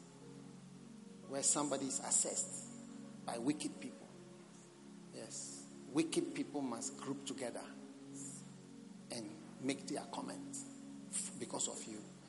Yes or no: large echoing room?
yes